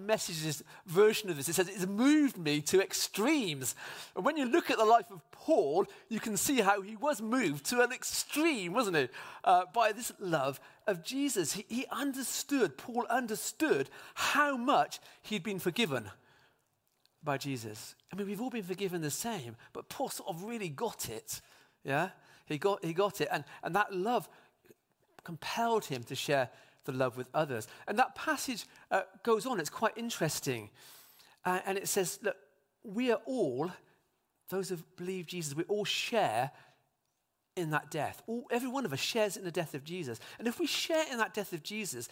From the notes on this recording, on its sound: speaks live at Trinity Cheltenham